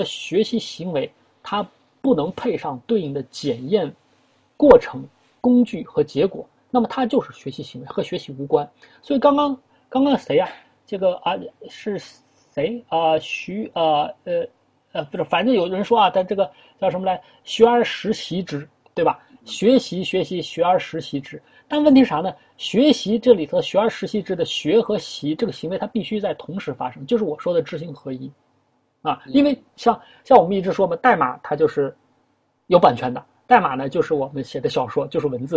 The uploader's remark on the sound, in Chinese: 首次线上活动, 用 zoom 会议室组织自在的主题讨论。